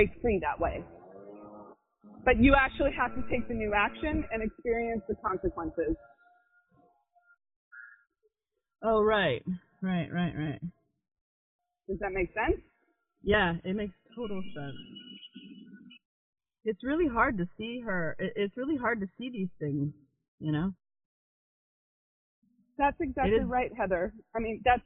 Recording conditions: poor sound quality